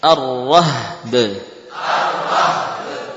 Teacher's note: Ya, qalqalah tetap ditampakkan pada harokat, pada huruf terakhir ya. Qalqalah nampak seperti harokat, jadi seakan-akan tidak bertemu dua sukun